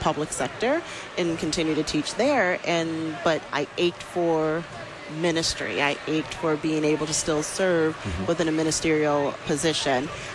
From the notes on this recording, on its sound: Live from the 2019 LCMS National Youth Gathering. Community Life Builder for the 2019 NYG in Minneapolis, Minnesota.